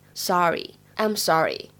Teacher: I'm out ofsorts。在整句话的朗读过程当中呢，注意一下，首先，nothing，nothing，当中呢是这样一个，up，up 的发音，注意一下，不要把它读成了 nothing 啊。另外呢，讲一下这个单词，S O R RY，它的英式发音呢，我们读作短元音的 o，sorry，sorry。美式的发音当中的话呢，字母 o 发的音呢，会比较偏向长元音的 r 的感觉。发音部位往前推，口型会再张得大一些。